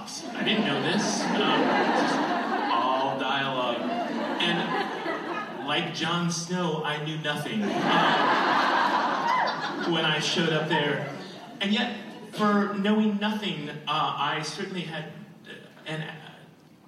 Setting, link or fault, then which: setting, busy venue